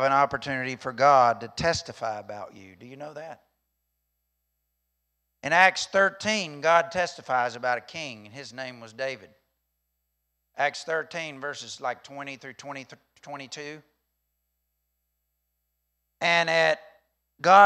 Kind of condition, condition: setting, large echoing room